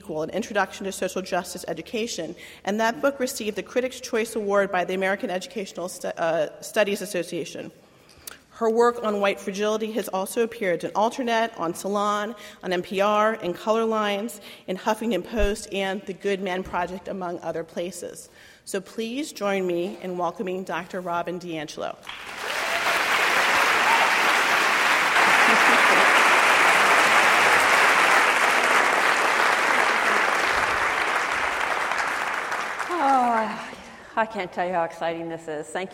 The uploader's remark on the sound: She spoke at UW’s Kane Hall on October 26, 2016 as part of the UW Graduate School Public Lecture Series “Privilege and Politics.”